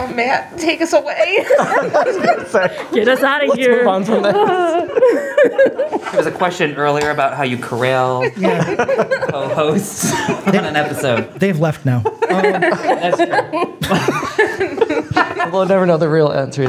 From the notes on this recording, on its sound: LIVE FROM IRONDEQUOIT PUBLIC LIBRARY! For the first time ever, we recorded in front of a live audience!